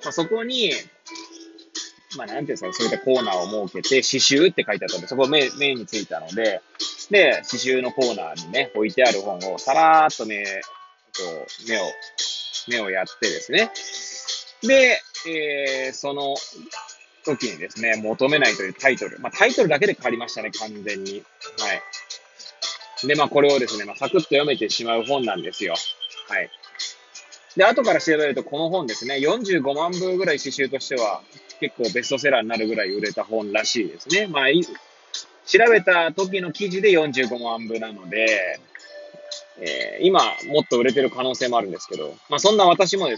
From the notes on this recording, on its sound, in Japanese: Airpods を付けた状態で、車中で収録しており、雑音などが入る可能性があり、ご容赦ください。